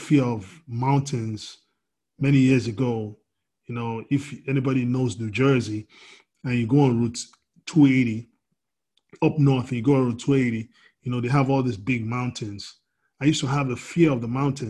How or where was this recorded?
video call